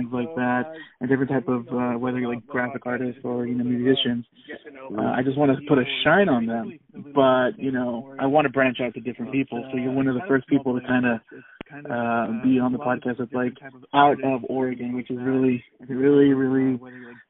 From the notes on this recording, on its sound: Phone Call.